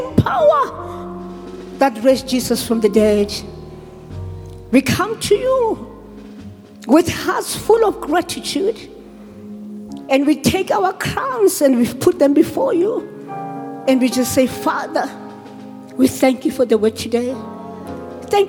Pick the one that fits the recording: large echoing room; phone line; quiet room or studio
large echoing room